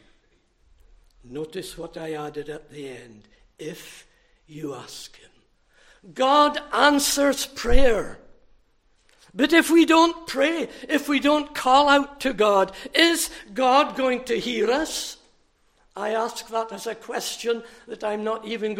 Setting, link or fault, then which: setting, large echoing room